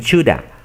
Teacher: Los nativos reducen todo este have a una A. Entonces dicen shoulda.